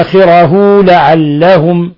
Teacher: نلاحظ كيف أننا الضمة زدناها قليلا حتى صارت واوا، لكنها لا ترسم، إنما ترسم واو صغيرة للدلالة على ذلك، يلفظ بها واو ولكن ترسم واو صغيرة للدلالة على ذلك. · Term: صلة صغرى